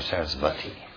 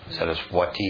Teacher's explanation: So you can say va or you can say wa.